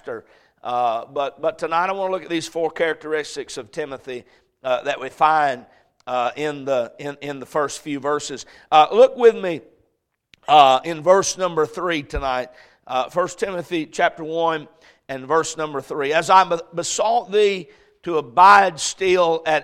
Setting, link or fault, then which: setting, large echoing room